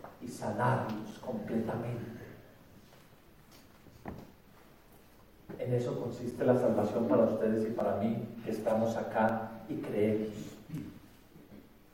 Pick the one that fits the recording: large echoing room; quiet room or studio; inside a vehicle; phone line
large echoing room